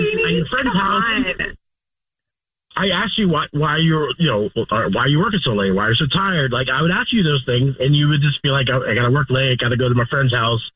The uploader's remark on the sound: On the phone. The person who set them up is ALWAYS listening on the other line.